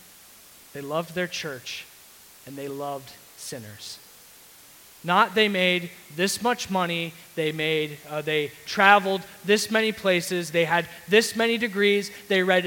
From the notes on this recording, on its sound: Sermon audio from CityGate Church.